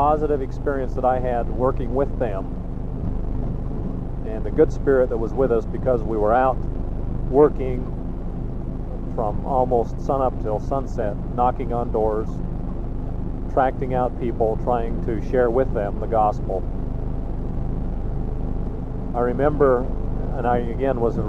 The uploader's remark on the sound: Driving Home from work